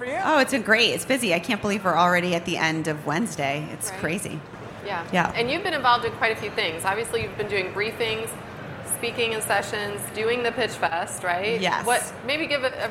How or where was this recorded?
busy venue